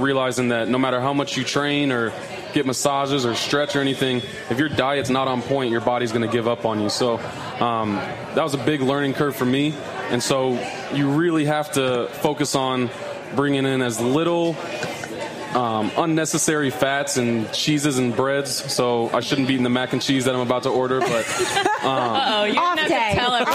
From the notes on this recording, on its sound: He also brought his rings to show off for the live crowd.